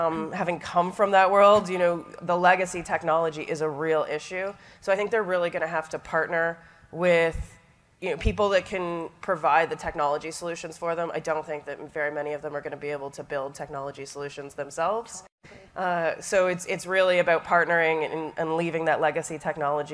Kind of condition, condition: setting, busy venue